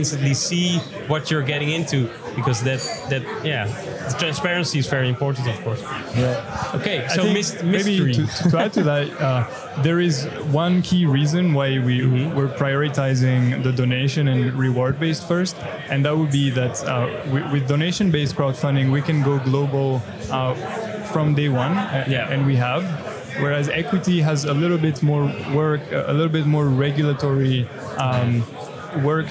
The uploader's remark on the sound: United Kingdom & The Netherlands. Interview live from Bitcoin Amsterdam Conference 2022.